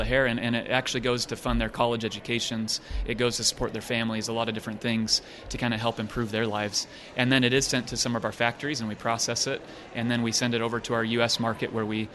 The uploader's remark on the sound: Live at ISSE 18